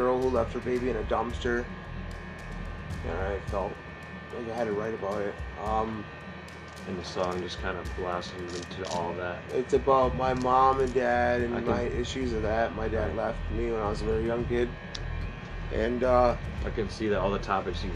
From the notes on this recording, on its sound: On location at bemos bar in bay city mi